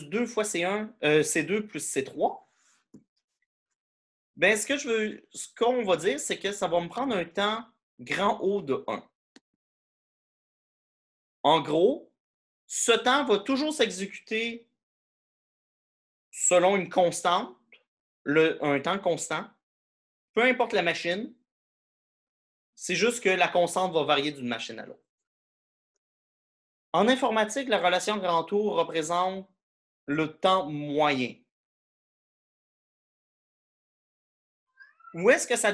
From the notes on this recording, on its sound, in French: Cours en ligne sur Zoom.